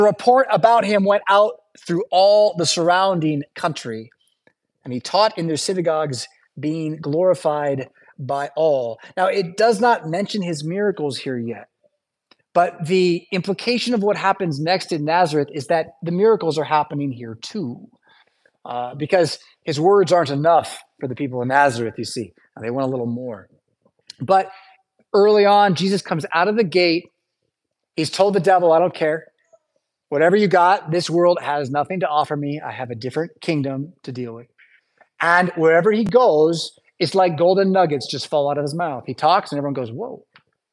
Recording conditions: large echoing room